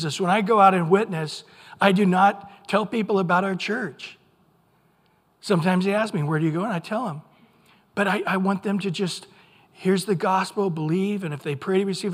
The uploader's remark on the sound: Recorded at Calvary Chapel of Los Alamitos